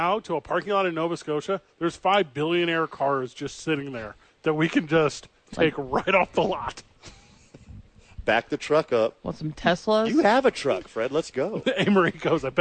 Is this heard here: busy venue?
yes